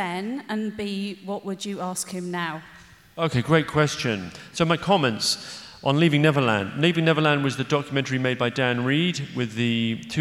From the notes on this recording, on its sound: In this live discussion